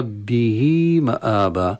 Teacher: ربه مآوى مآبى، أتى هذا المثال للهاء الكناية التي يقع بين متحركين، قبله كسرة وبعده ميم مفتوحة، ولهذا نقرأ ربه مآبى وليس ربه مآبى، ربه مآبى، يعني نشبع الكسرة في هاء الكناية حتى يتولد مدا كالمد الطبيعي في حالة الوصل. ولما نقف فلا مد أصلا ربه، فقد نقف على الهاء.